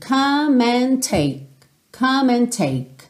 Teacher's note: O K do take vai funcionar aí como uma consoante oclusiva.